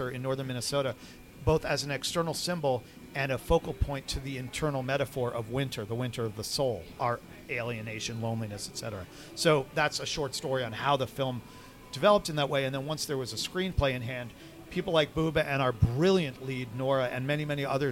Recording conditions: busy venue